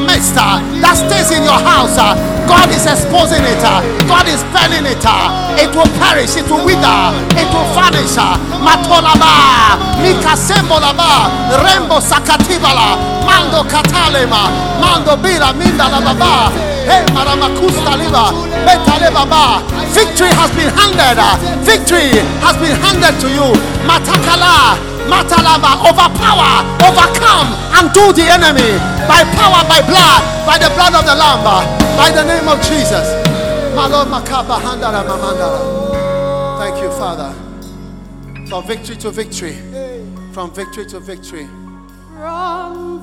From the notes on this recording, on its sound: Preached at the Thanksgiving Service, Accra.